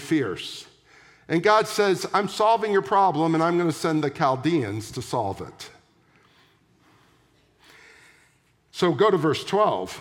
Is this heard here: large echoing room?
yes